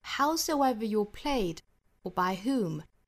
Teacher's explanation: 后面的 or by whom 是重点，前面两个词弱读